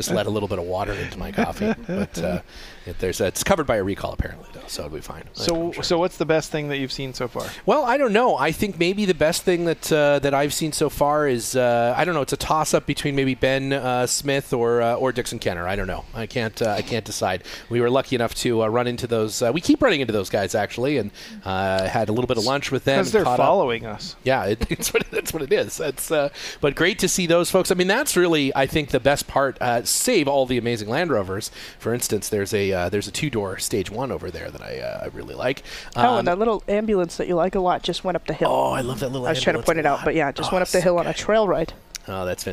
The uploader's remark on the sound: We’re live from the Podcast Hot Stove Lounge at the ANARC 75th Dimond Jubilee celebration at the Greek Peak mountain resort in Cortland New York. We kick off the four day long event.